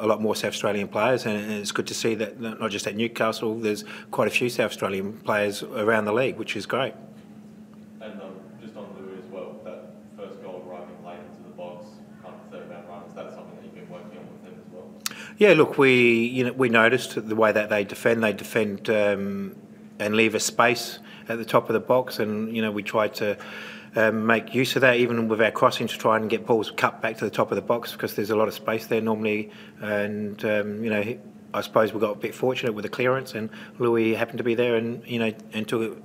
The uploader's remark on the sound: Post-match Press Conference